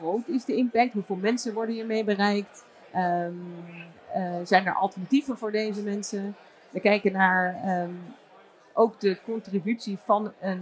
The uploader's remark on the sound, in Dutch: live vanaf het cardano-podium op Fund Seminar 2023